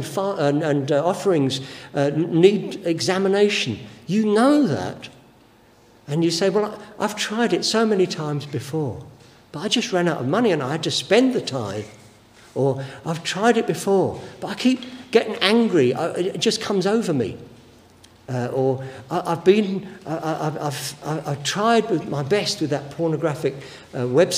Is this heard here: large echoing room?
yes